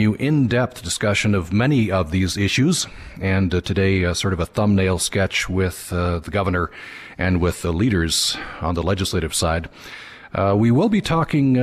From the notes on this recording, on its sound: Live From The Utah State Capitol. A live broadcast of Access Utah from the State Capitol on Monday for the opening day of the 2016 Utah Legislature.